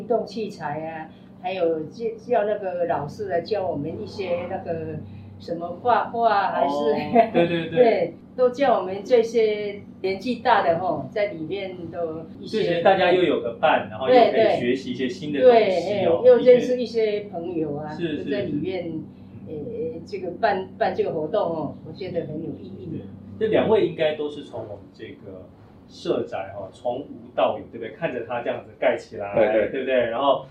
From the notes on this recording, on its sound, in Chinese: 當天路旁有施工作業，。音質上有一定程度的影響，。